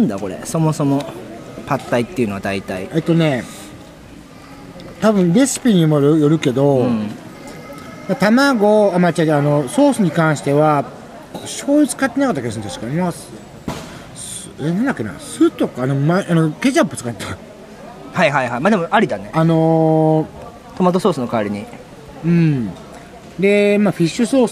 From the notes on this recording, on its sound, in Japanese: Kottbusser Torのフリマで食べ歩きしながら雑談したよ。KottBusser Torで毎週金曜日に行なわれているフリーマーケット。現地を歩きながら、その様子や雰囲気をレポートしました。